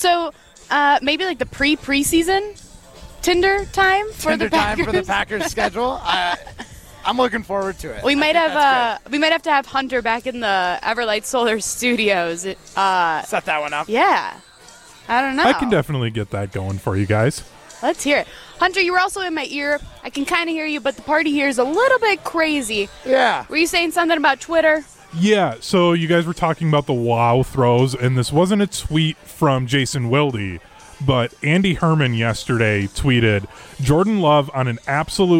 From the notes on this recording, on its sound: live from Lake Windsor Country Club